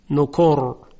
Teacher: راء ساکن میشه، ما قبلش رو نگاه میکنیم ضمه هست، به همین سبب راء تفخیم میشه